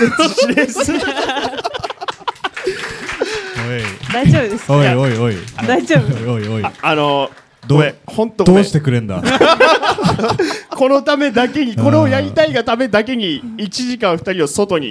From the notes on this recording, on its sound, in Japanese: 公開収録（前編）。先日、大盛況のなか終演した公開収録の様子を編集してお送りします。